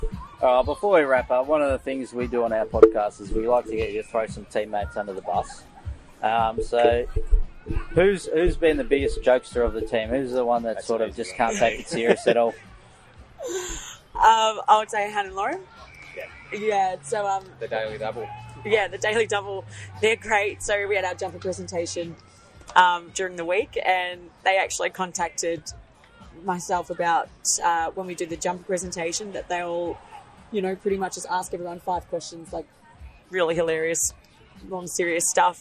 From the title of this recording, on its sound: On Location Live at Nations Footy Cup 2021